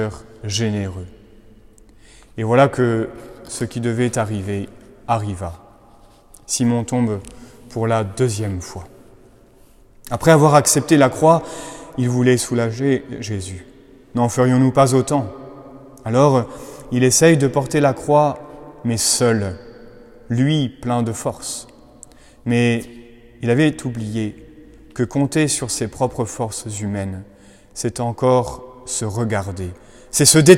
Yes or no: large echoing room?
yes